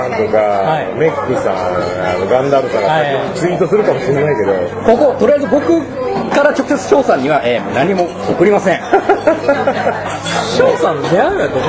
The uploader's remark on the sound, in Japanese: 品川飲み会2次会編。2次会開催そして収録。